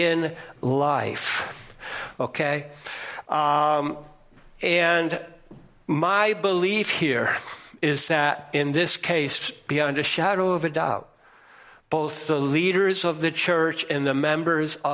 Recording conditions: large echoing room